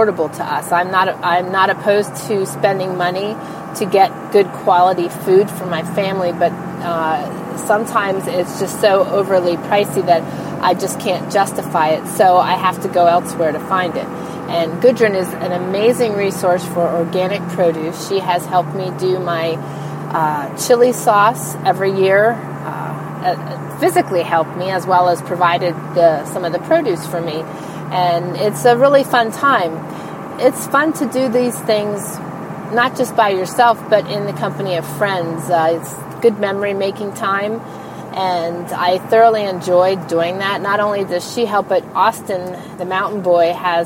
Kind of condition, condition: setting, inside a vehicle